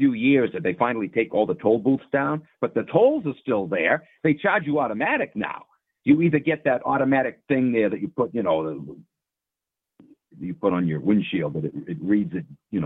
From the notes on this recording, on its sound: opens up the call in lines